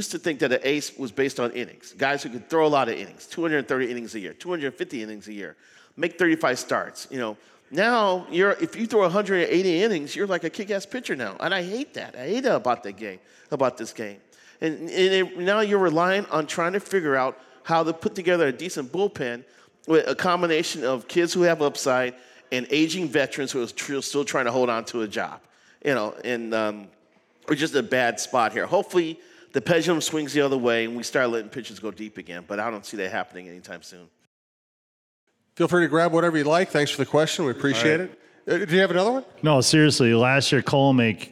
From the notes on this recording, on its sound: At a live show from 11 Wells Distillery.